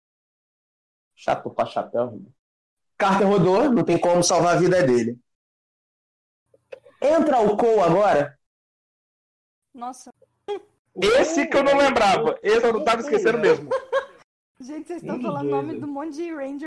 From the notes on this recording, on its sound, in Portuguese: A edição ta mais cagada que o normal? Esse programa foi editado mais uma vez via celular, na raça, durante a quarentena em que estamos e sem uma refinada no áudio.